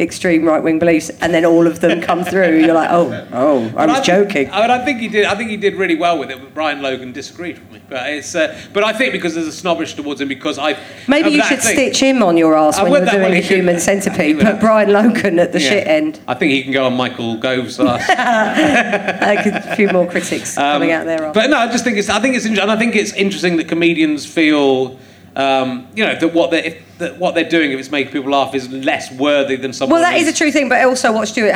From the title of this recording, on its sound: Leicester Square Theatre Podcast